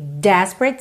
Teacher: Desperate, sílaba tônica na primeira.